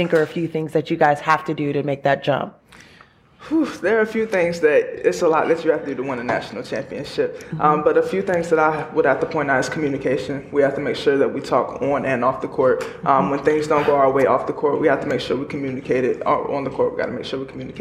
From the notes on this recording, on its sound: FULL NC STATE WOMEN'S BASKETBALL PRESS CONFERENCE, ACC KICKOFF 2023.